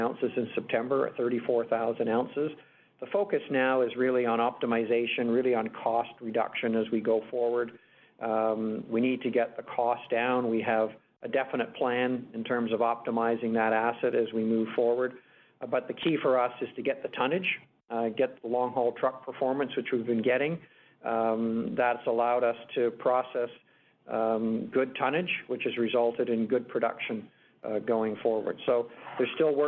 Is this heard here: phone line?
yes